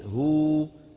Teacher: إذا وقفنا عليها نقول هو بمقدار حركتين، لأنه يصير مد طبيعي